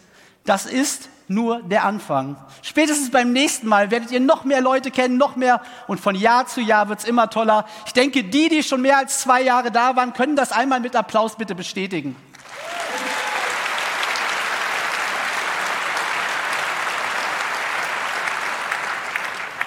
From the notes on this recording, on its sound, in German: Der 37C3 öffnet seine Pforten und heißt das Publikum herzlich willkommen.